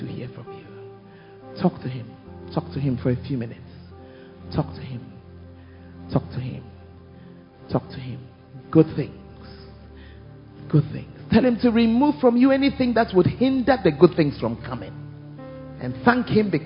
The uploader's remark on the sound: Preached At First Love Center, Ayeduase